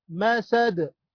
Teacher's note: دال ساكنة مقلقلة عند الوقف